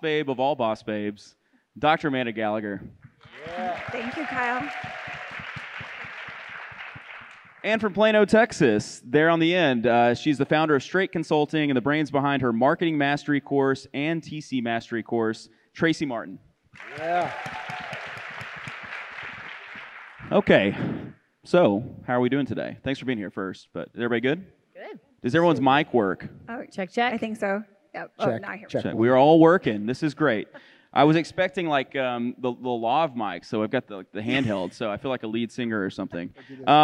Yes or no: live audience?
yes